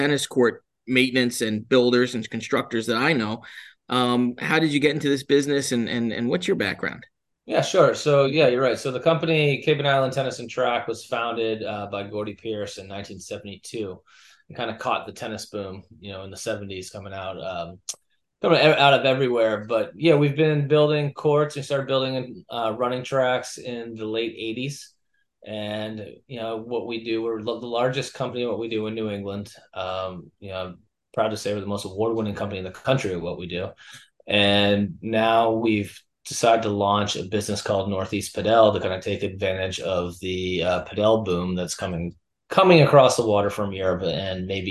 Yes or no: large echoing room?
no